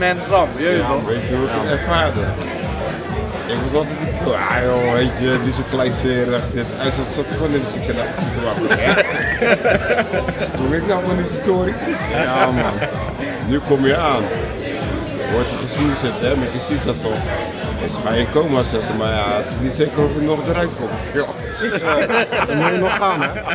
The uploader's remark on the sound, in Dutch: Midden in grand café "In Den Boekenkast" op het stadsplein in Capelle